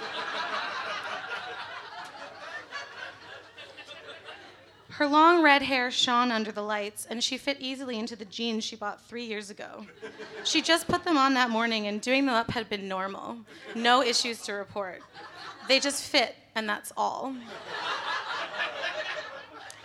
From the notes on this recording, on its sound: Book Club is a comedy variety show. Live sound and recording.